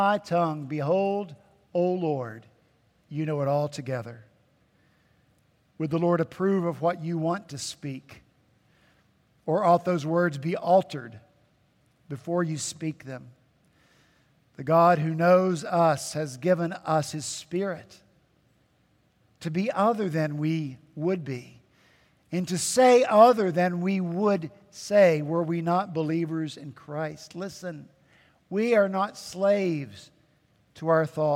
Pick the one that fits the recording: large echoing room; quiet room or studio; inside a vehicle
large echoing room